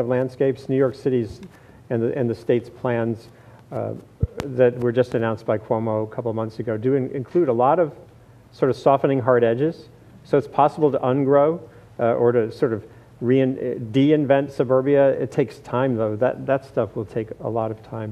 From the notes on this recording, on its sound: Panel discussion at The Actors’ Gang, an event put on in partnership with the UCLA Institute of the Environment and Sustainability and with Environmental Humanities at UCLA.